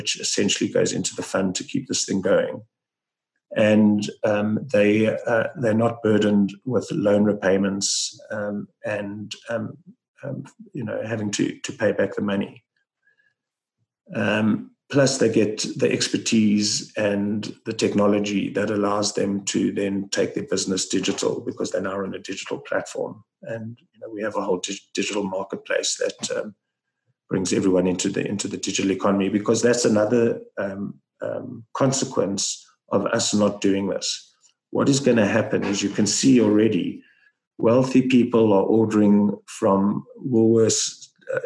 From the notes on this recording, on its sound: Listen to the full online Zoom call.